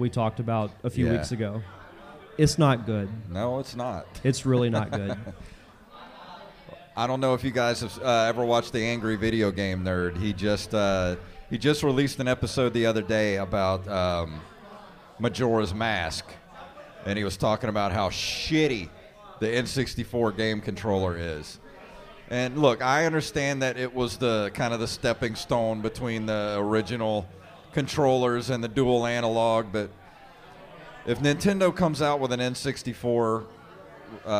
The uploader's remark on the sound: Live at The Wayward Kraken. Travel to The Wayward Kraken to host their first ever live podcast!